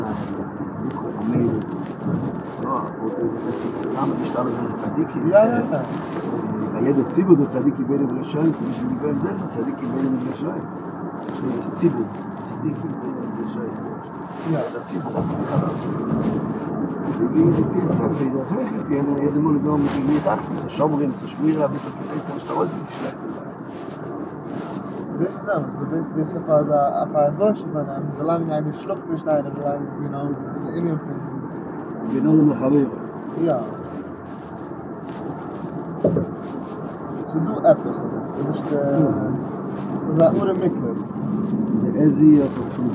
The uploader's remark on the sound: On The Way From JFK To Stony Point